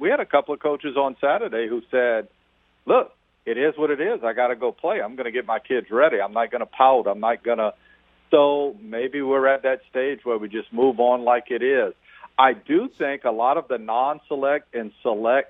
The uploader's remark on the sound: We then go to the phone lines.